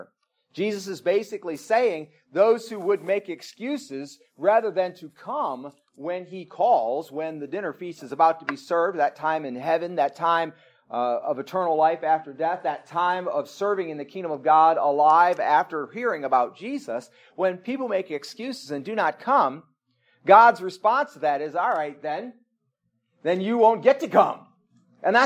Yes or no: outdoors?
no